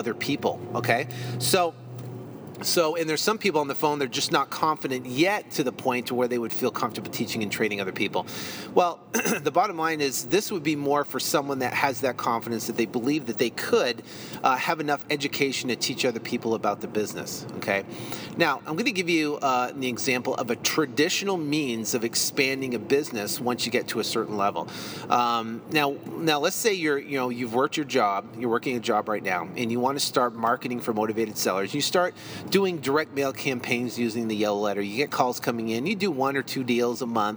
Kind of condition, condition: setting, inside a vehicle